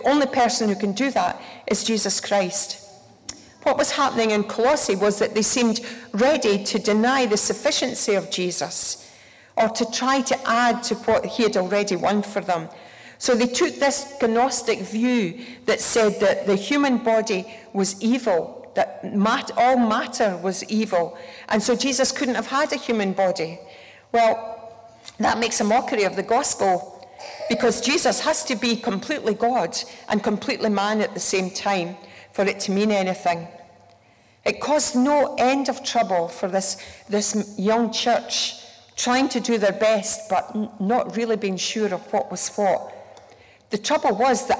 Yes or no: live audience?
yes